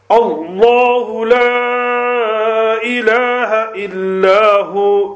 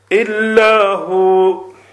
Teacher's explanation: the lam mushaddada is read with a thin sound or empty mouth. So any other lam other than the lam which belongs to the word Allah will always be recited with an empty mouth. · Term: tarqiq